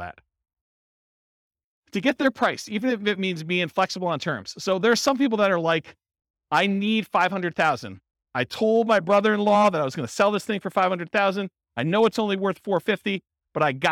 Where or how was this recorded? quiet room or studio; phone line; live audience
live audience